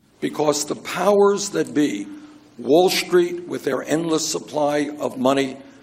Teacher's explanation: He lowers his vocal pitch. He uses a pretty much flat pitch contour or intonation, and he speaks slowly compared to the other example.